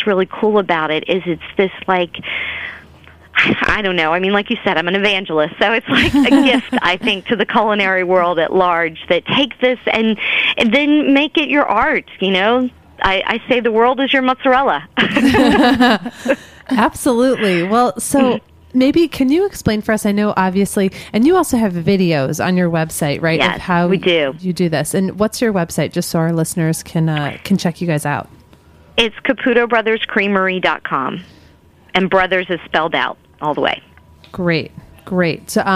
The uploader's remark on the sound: on the phone